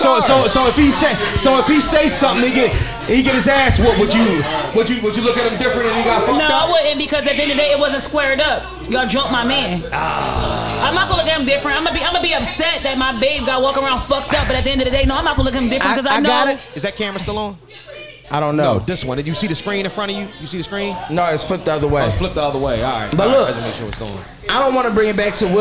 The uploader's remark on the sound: Live from Krush Lounge!